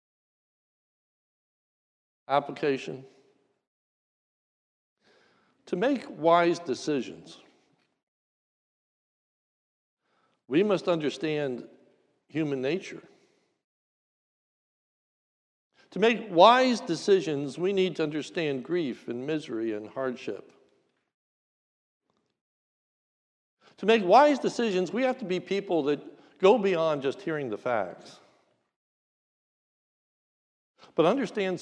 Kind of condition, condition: setting, large echoing room